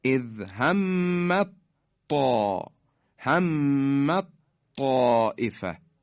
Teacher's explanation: مثال بعدی اذ همت، تی دو نقطه، همت حالا رسیده به طا، تی دسته دار، تی دو نقطه و حرف طا که بعدش اومده در هم ادغام میشن و تی دو نقطه کاملا از بین میره، یعنی مدغم از بین میره و حرف بعدی مشدد میشه به این شکل، اذ همت طا، همت طائفه، تی دو نقطه از بین میره.